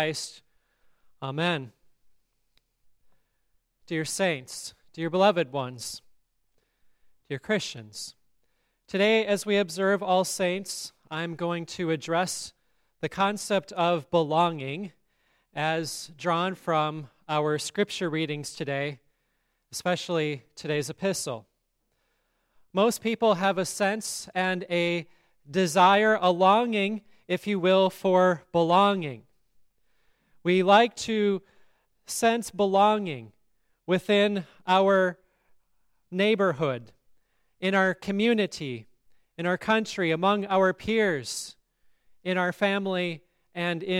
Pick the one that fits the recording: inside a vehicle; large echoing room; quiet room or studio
large echoing room